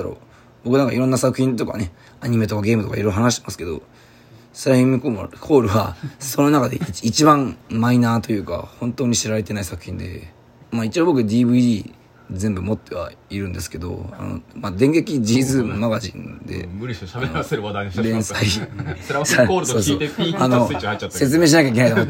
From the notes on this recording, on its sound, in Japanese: ボイスメモです。